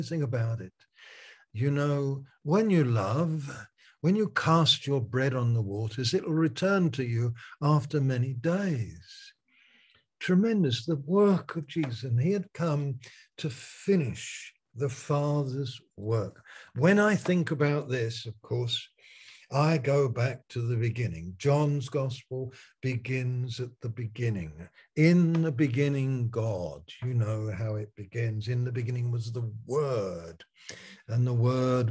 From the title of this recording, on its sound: Malaysia Meets (Zoom)